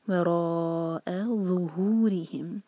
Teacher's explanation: را کو چار حرکہ کھینچیں گے، ہیوی پڑھیں گے، اور اس کے بعد حمزہ جو ہے لائٹ ہے، اس کو آ جیسی آواز نہیں آنی چاہیے اس میں.